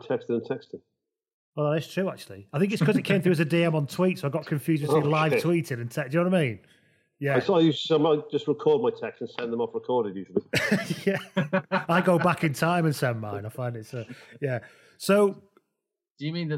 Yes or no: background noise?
no